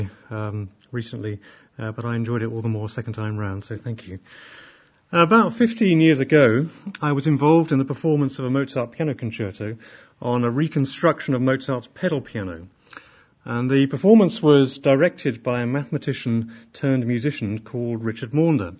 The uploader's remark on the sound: Inaugural Lecture